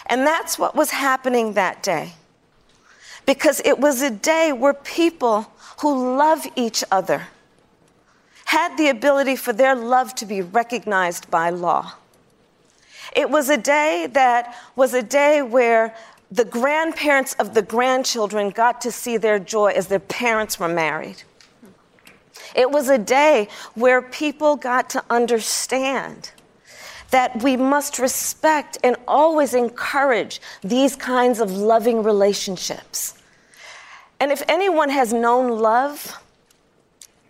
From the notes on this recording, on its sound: Live town hall. At The Novo in Los Angeles.